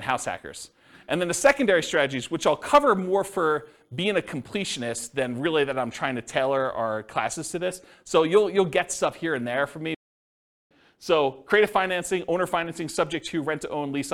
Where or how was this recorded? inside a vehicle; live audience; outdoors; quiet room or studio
live audience